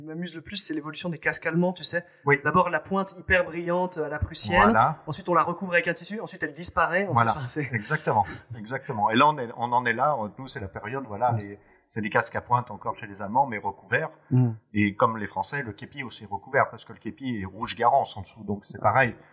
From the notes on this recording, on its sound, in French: Mea culpa pour la qualité audio de cet épisode qui s'est enregistré dans le stock costume à l'atmosphère "très vivante".